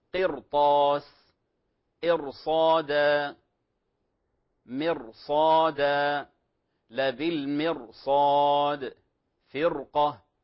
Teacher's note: إذن هذه الفائدة أنه اجتمع حرف الاستعلاء مع حرف الراء وقد اكتملت فيه شروط الترقيق، لكن وجود حرف الاستعلاء بعد الراء مباشرة أخذ منها صفة الترقيق · Term: مفخمة